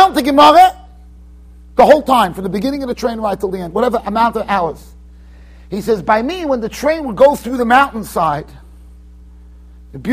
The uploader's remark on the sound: Shiur recorded in Yeshivas Ohr Reuven, Monsey NY.